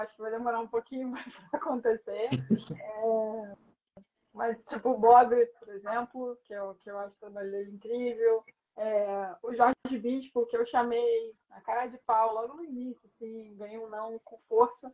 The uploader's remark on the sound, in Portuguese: A conversa ao vivo no Insta